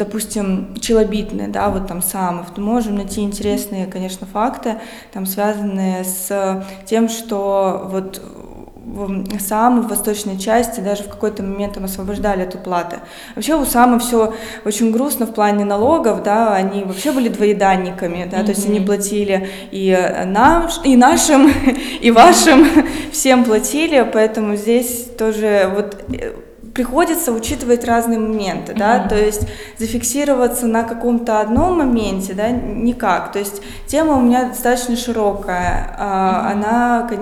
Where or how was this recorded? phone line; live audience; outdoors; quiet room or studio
live audience